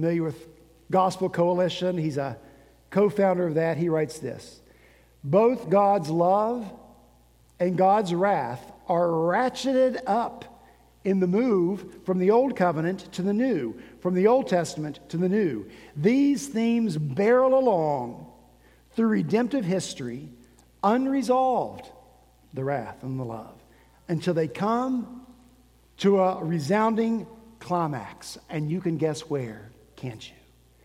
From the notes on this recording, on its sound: At Redeemer Presbyterian Church in Charleston, SC, our senior pastor wrapped up his sermon series.